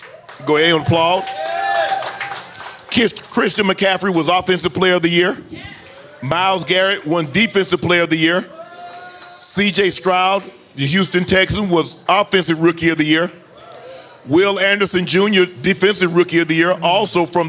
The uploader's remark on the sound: LIVE from Resorts World Las Vegas